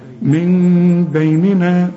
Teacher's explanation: شوف من بيننا، ما تقولش من بيننا وتضرب لسانك في حلق بقك وتطلعها نون خالصة، ولا تقفل شفايفك علشان تطلع ميم خالصة، لا، انفراج في الشفايف · Term: إقلاب